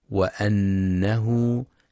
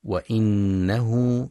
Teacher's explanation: ينتبه القارئ برواية حفص في كلمة وأنه لفتح الهمزة، فلا يقرأ وإنه بالكسر · Shown in: first take